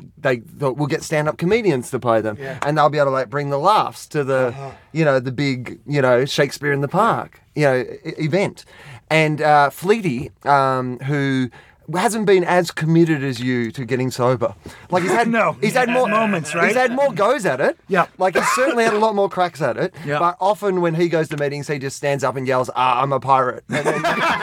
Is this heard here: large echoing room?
no